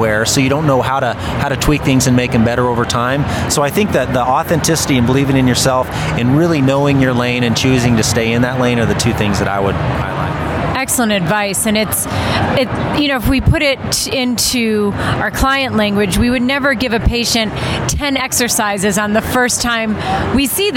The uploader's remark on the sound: LIVE from the APTA Combined Sections Meeting in Denver, Colorado. Today, as you can probably hear in the background, it's a little bit louder than it normally is and that's because I am recording this live at the American physical therapy associations combined sections meeting in Denver, Colorado, which has about 15,000 plus people and I am currently in the exhibit hall.